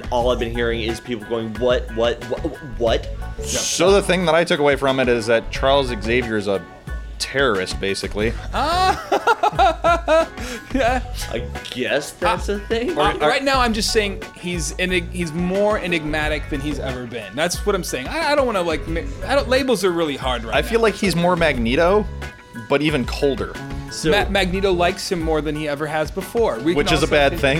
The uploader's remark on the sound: Yet another live stream at Doc's Comics & Games